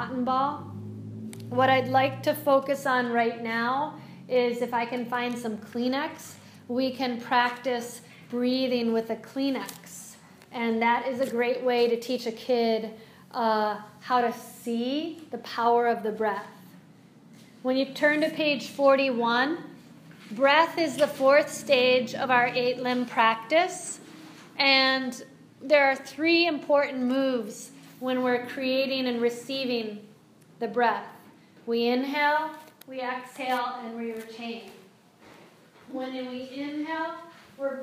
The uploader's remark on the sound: This is a live excerpt from ‘The Adventures of Super Stretch Mindfulness & Yoga Fitness Program For Children™ Yoga Enrichment Workshop’ lecture for a group of wellness professionals